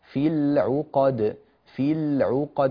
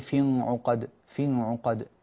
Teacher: هنا اللام لام ال عند العين تظهر · Shown in: first take · في العقد في العقد، ولا تقول في عقد في عقد، كأنك قلبتها إلى نون، فانتبه لهذا.